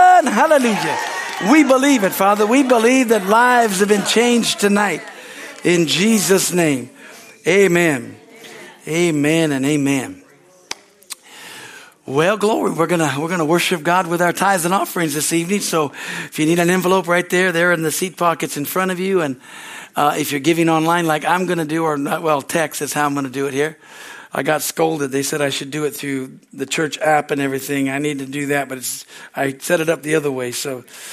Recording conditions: large echoing room